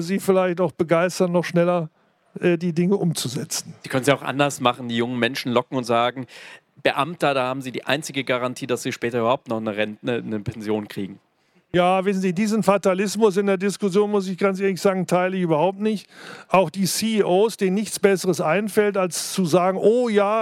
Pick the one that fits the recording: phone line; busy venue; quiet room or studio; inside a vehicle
busy venue